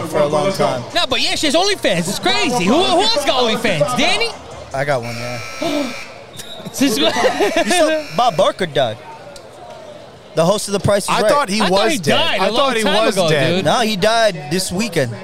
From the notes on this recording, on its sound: LIVE FROM THE RUCKER PARK CHAMPIONSHIP. Live from Rucker Park on 8/27/23!